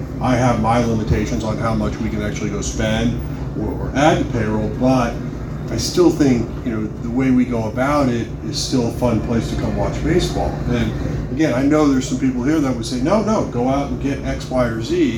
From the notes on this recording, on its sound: I'm releasing the audio from Cardinals Blogger Day at Busch Stadium. Sorry about the audio quality; the recording was done with my phone.